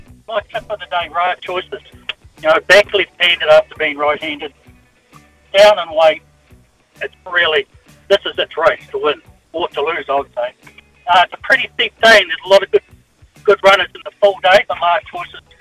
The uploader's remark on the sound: We open the phone lines and hear the punters' best of the day!